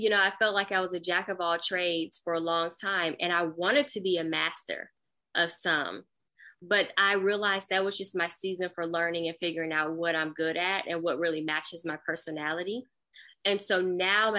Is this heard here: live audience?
no